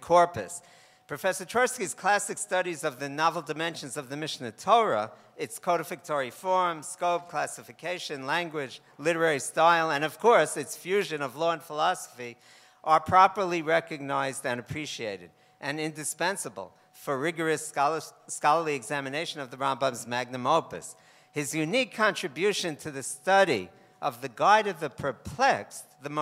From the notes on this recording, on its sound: This most recent essay originated as a lecture at a conference commemorating the 25th yahrzeit of R. Isadore Twersky convened at Yeshiva University’s Bernard Revel Graduate School of Jewish Studies at Yeshiva University.